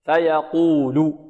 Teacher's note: أما القاف هنا لماذا نضم الشفتين؟ لأنها مضمومة